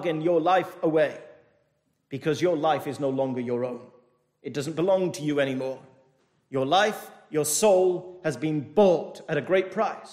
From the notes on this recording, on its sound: This message was delivered over the 221st Church Anniversary weekend from Penzance Baptist Church.